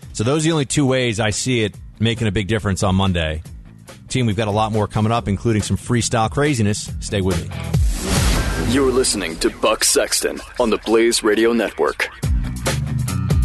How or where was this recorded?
phone line